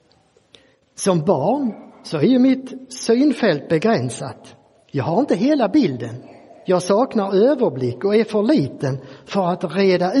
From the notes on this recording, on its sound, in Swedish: Inspelad i Roseniuskyrkan den 14 maj 2023.